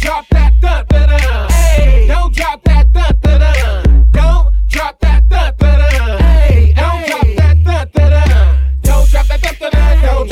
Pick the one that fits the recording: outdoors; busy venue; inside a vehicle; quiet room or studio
busy venue